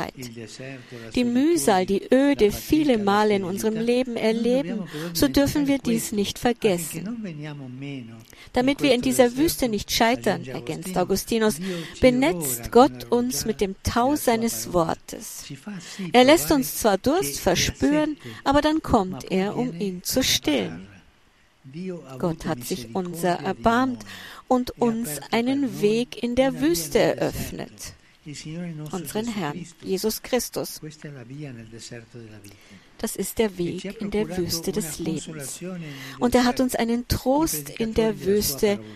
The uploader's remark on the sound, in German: Papstmesse in der Steppenarena. Bei der Heiligen Messe in der Steppenarena.